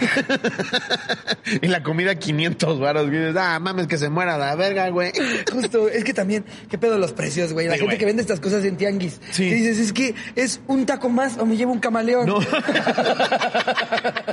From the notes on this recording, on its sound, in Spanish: en este episodio en vivo desde Veracruz, pudimos grabar en el acuario